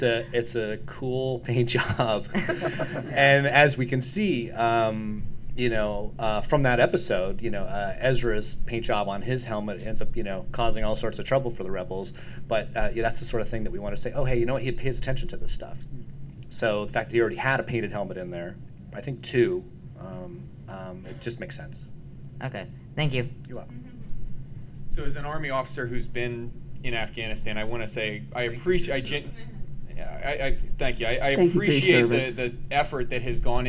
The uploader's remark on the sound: Dragon Con Panel.